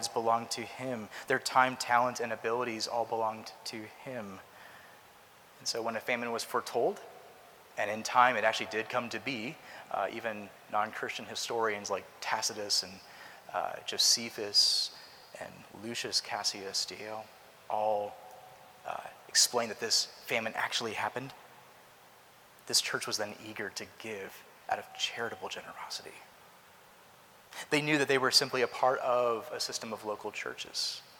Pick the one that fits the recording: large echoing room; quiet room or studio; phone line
large echoing room